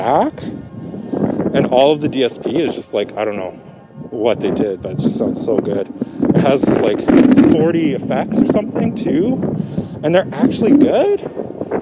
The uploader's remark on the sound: Walk & Talk. We met up for a socially distant walk.